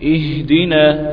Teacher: اقول لك وفاجئك المفاجأة ان الحرف الهاء ساكن حرف الهاء ساكن حرف الهاء ساكنة يعني المفروض لها زمن حال التسكين بيبقى اطول شوية من حال الايه التحرك